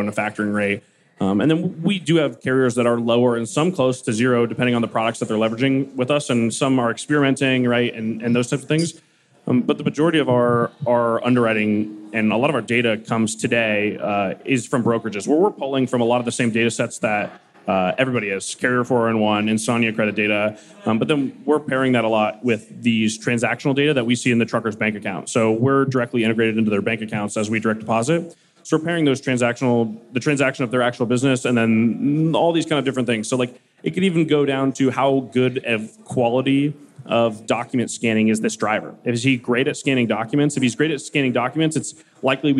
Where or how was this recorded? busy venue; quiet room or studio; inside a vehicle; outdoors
busy venue